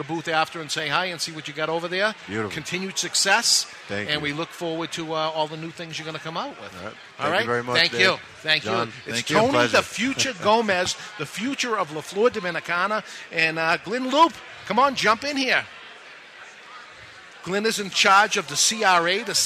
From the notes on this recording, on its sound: We're live at the Rocky Mountain Cigar Festival 2013